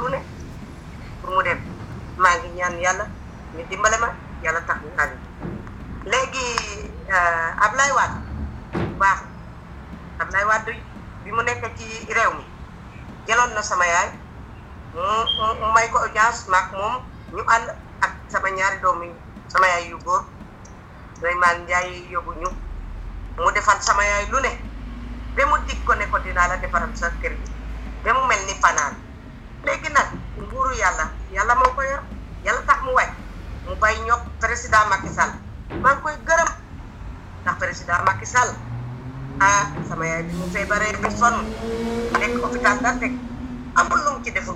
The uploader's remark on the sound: Radio station : Seereer Radio. Location of interviewee : Pikine, Senegal Medium : Audio recording. Our sincere apologies for the background noise and connection issues.